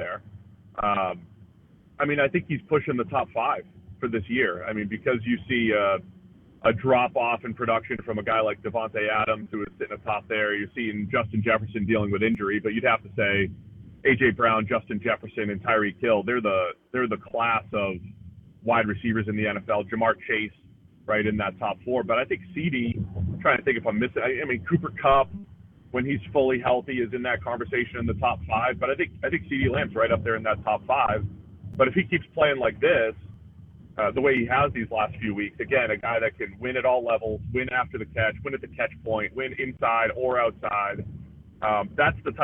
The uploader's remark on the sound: Joins the show on the Farm Bureau guest line talking about how the season is shaping up live in the BankPlus Studio.